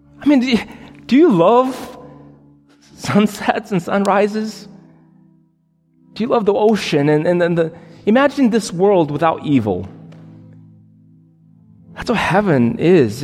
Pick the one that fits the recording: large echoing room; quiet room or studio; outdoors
large echoing room